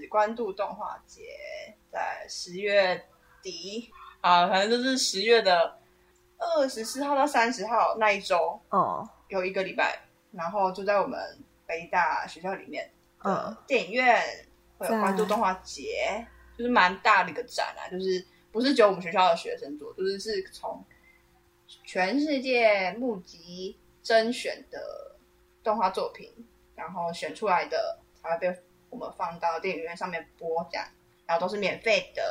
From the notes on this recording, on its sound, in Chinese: 收音、剪輯狀況不大好還請大家多多包涵